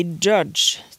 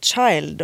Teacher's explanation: Altså, denne lyden som vi har i Child, og også mm, i Judge det er en stemt og ustemt variant av den som er tj Det er det som vi kaller for en afrikat.